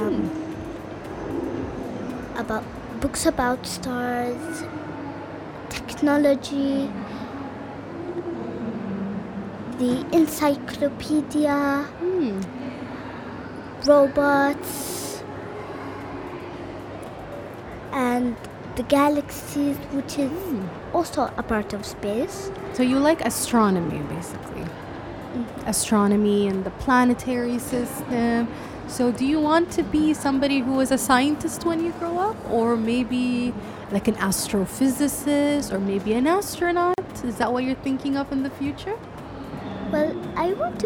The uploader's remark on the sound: Live from SIBF 2022